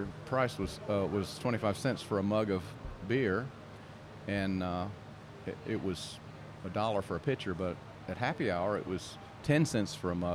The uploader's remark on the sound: This episode was recorded at The Sanctuary Brewing Company in Hendersonville, North Carolina. This episode was recorded at The Sanctuary Brewing Company in Hendersonville, North Carolina.